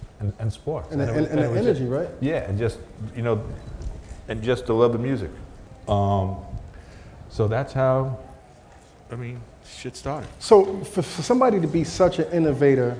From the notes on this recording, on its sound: At A3C. A special Live recording at the A3C Festival.